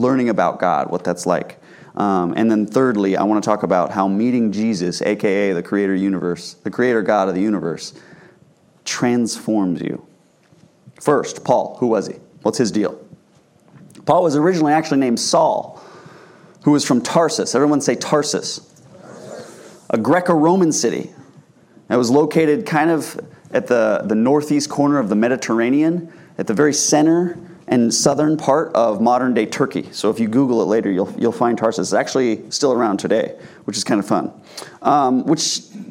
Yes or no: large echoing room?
yes